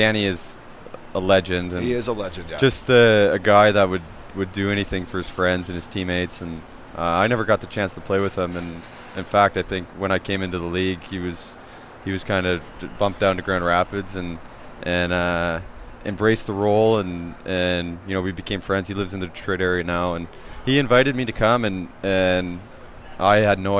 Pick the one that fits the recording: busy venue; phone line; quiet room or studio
busy venue